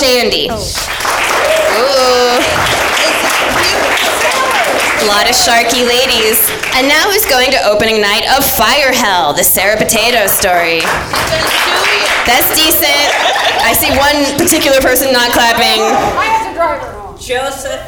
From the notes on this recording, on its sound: comes to you from the All Jane Comedy Festival!